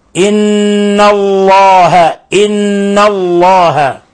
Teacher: نون مشددة في لفظ إن الله، هذا يغن مقدار حركتين، حرف غنة مشدد.